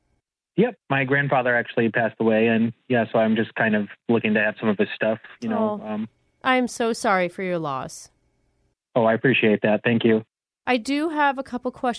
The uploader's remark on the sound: Phone Tap